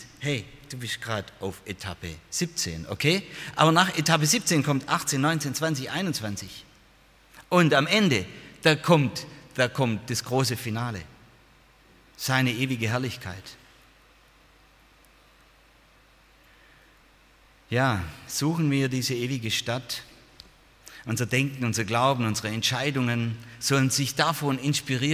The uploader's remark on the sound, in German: aus dem Gottesdienst der Liebenzeller Mission